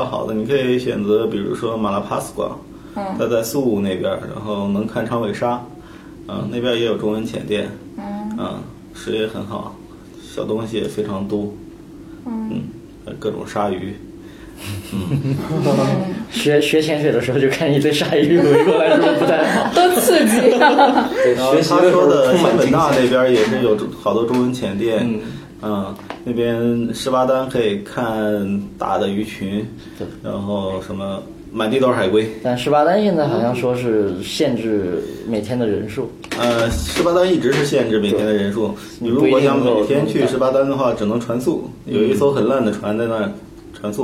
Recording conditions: poor microphone